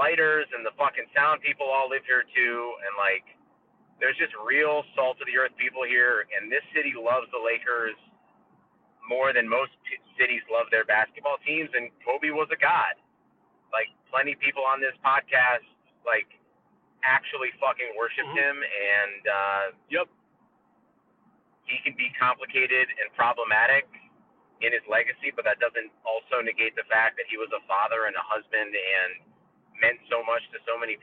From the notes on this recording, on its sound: We were in the car and kept it brief.